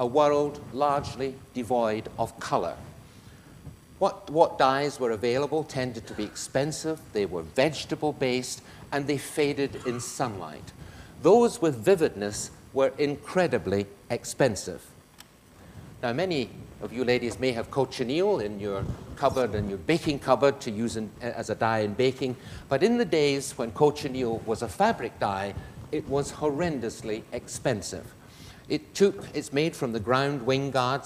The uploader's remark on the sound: This lecture is part of the Medical Detectives, a series of public lectures. In the Anatomy Lecture Theatre at the University of Edinburgh.